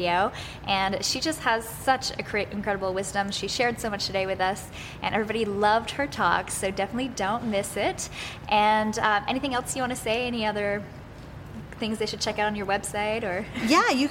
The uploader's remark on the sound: a special episode from Off the Charts Live